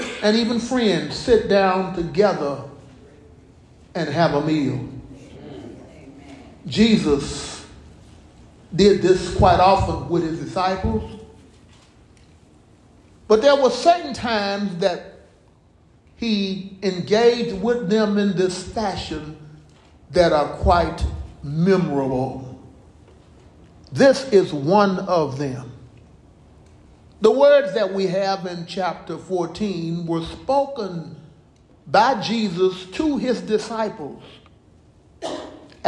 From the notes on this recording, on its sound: Recorded live at Willowridge Baptist Church in Stafford, TX.